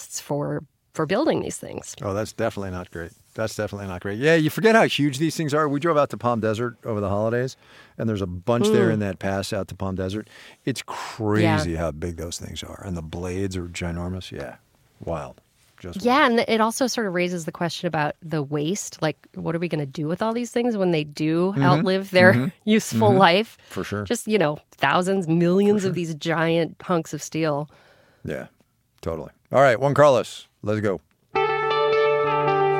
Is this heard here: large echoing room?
no